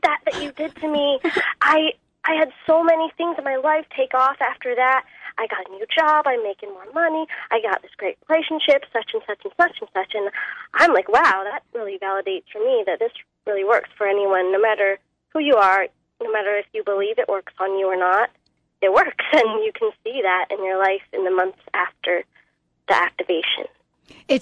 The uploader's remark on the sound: Open phone lines